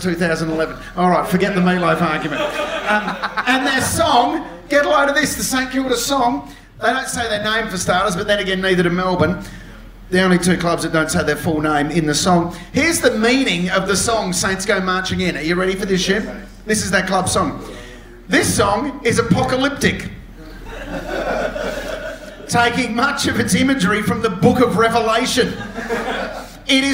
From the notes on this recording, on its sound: Recorded live at the Comics Lounge in North Melbourne, we present our first live show.